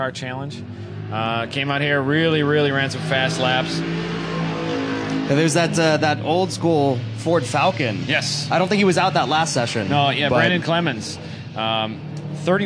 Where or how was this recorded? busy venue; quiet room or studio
busy venue